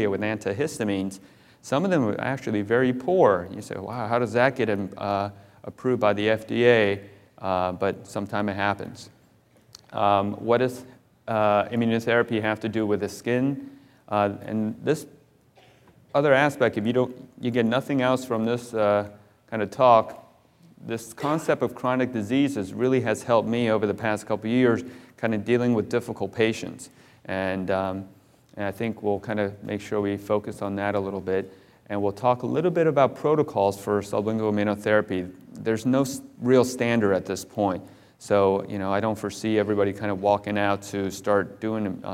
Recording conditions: live audience